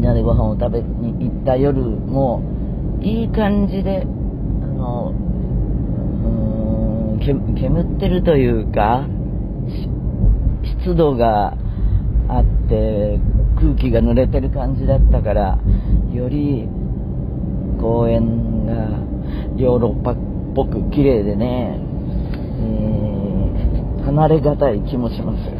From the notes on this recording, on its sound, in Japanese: 今週はカーラジオ！超絶盛り上がったという広島公演終了後、車の中からお届けです(走行音のゴォーゴォー付き)。